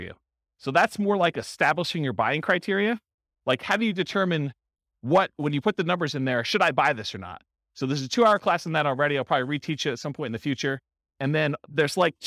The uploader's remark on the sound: This was a live class recorded for buy and hold real estate investors. The live in-person version.